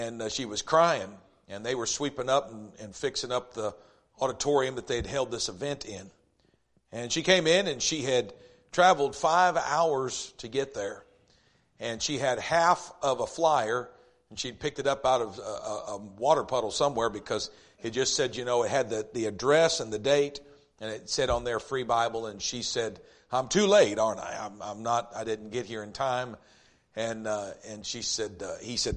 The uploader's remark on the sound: East River Baptist Church Revival Service